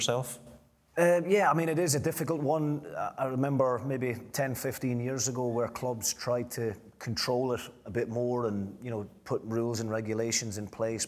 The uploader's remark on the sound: A live Q & A event. At DC Thomson HQ in Dundee.